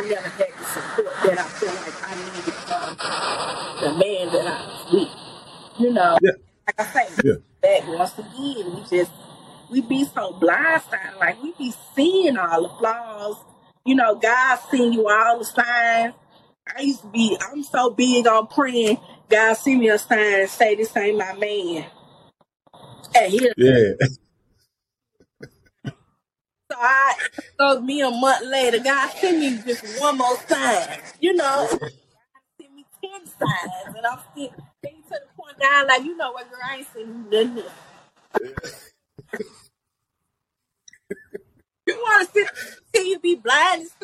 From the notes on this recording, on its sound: (Warning) technical issues with sound.